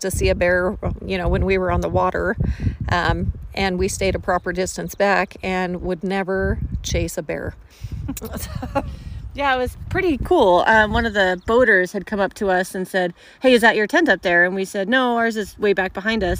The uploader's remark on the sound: Kayaking Bighorn Canyon. In this episode, we hear excerpts from the audio journal recorded on their adventure.